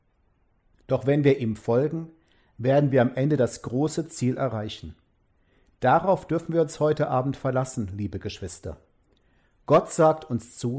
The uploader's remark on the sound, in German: Gottesdienst mit Orgel und Gesang zum Altjahresabend 2020